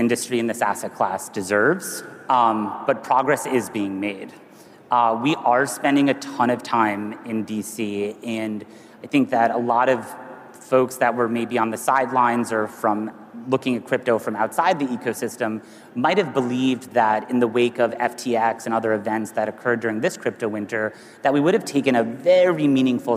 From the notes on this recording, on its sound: A Consensus 2023 panel